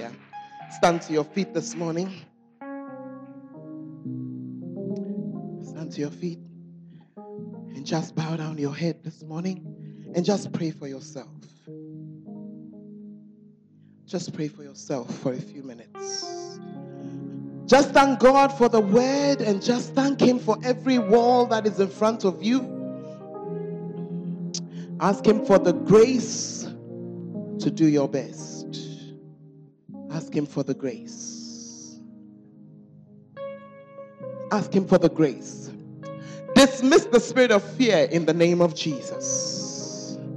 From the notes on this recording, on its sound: Preached at the Charis Conference